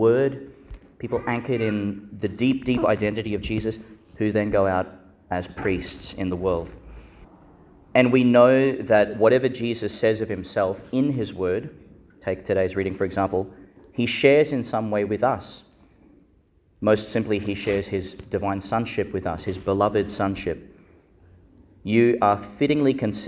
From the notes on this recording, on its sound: Homily for the Fifth Sunday in Eastertide, delivered in Our Lady Star of the Sea Church, Gladstone, Qld.